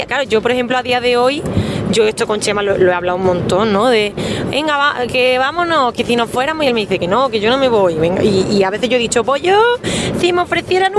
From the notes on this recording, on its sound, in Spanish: Nos mandó un precioso audio desde el coche. En el trayecto entre Balmaseda y Madrid.